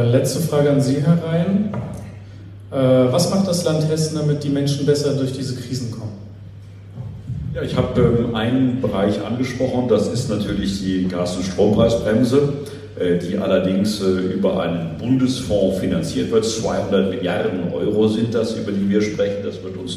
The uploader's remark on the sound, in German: in einer LIVE-Aufzeichnung vor Publikum